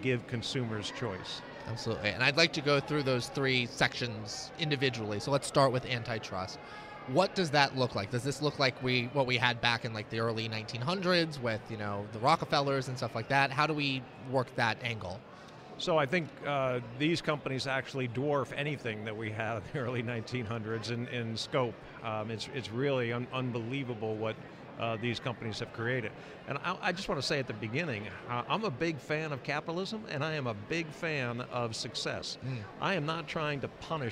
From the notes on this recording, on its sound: Join “The Daily Signal Podcast” at the Conservative Political Action Conference in Orlando, Florida.